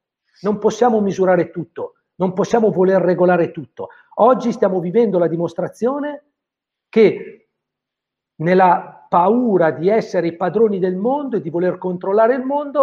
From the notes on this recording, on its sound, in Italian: Audio pillole webinar.